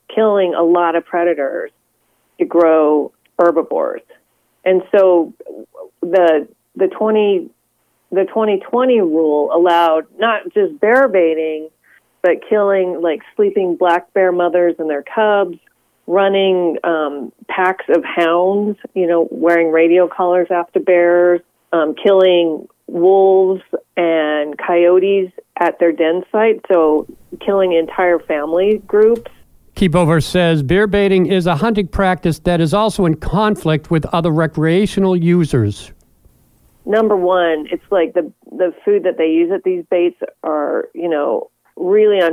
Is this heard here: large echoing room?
no